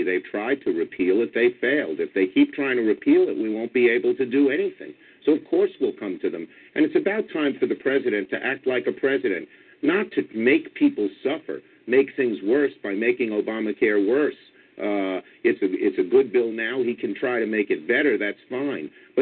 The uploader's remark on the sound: your phone calls